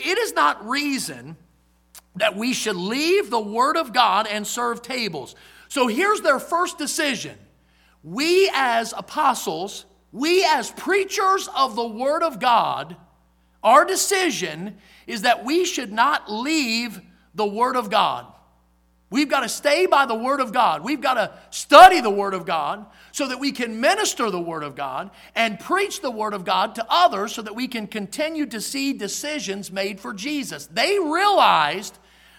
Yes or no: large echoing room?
yes